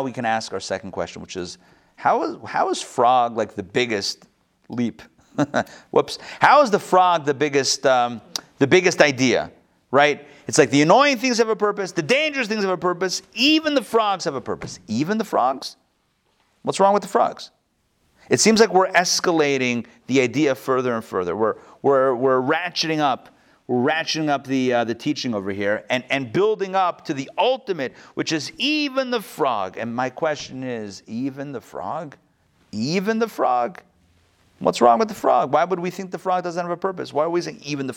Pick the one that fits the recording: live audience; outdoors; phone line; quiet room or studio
live audience